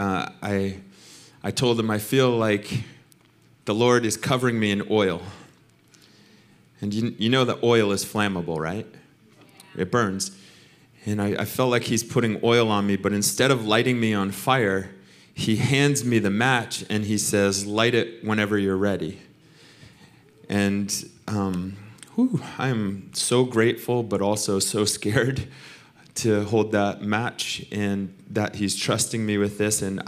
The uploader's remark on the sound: Recorded sunday evening service at Reunion Hawaii